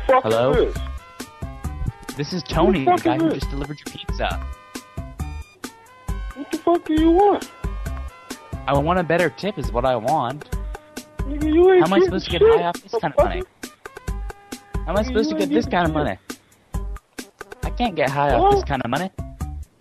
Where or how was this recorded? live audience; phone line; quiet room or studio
phone line